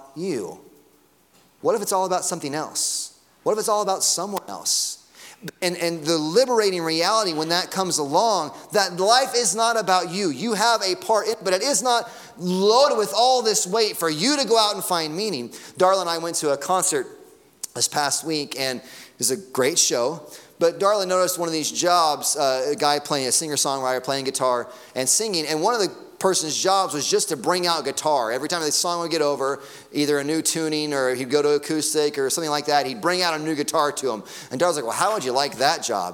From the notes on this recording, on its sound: Sunday morning sermon audio.